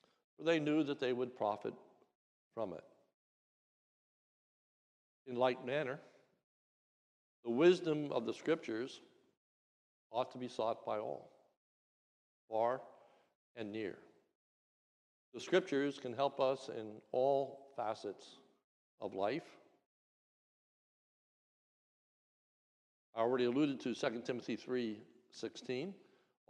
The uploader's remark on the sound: This is a sermon recorded at the Lebanon Bible Fellowship Church in Lebanon, PA during the morning service on 4/24/2022